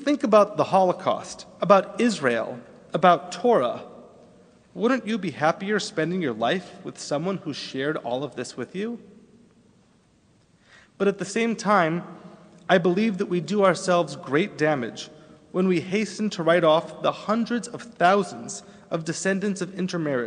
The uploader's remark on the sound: Delivered on Erev Rosh Hashanah at Temple Emanu-El on 9-28-11